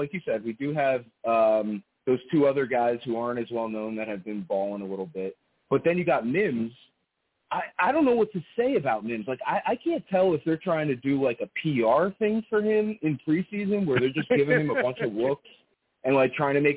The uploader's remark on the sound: I will also take live callers!